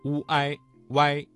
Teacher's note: 乌在发音的时候，嘴唇拢圆，突出成小孔，舌面后部隆起，声带震动 · Term: 声母乌